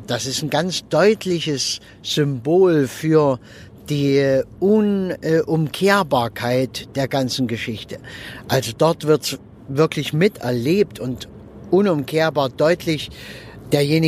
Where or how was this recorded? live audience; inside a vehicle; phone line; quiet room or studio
inside a vehicle